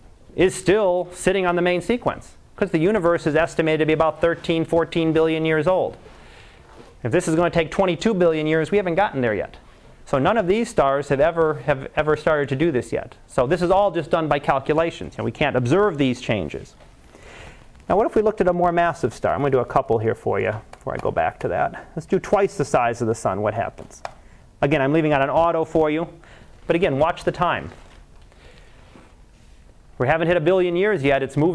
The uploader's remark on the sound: Live Class Lecture